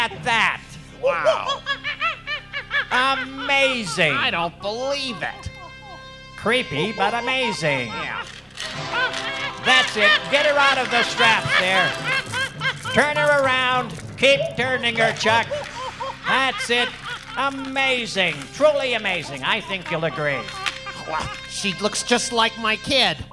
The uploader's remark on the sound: Brought a version of their weekly radio broadcast (Over the Edge, on the air since 1981) to the live stage for the very first time. The live broadcast on KGNU took place at Old Main on the CU Campus of Boulder, Colorado.